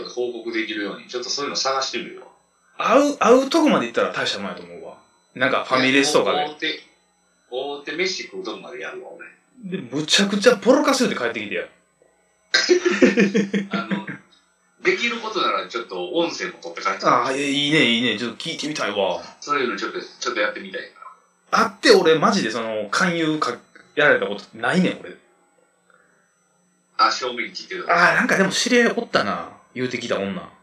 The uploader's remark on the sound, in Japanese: リモート収録